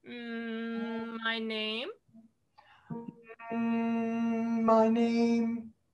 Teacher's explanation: my kind of stays on the same pitch, and the name is a hill